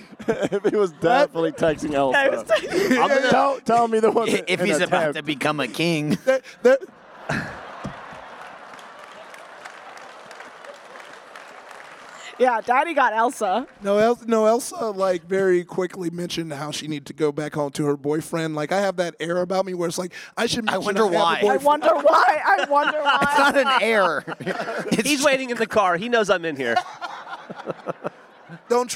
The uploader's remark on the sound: Coming to you LIVE from RTX 2022.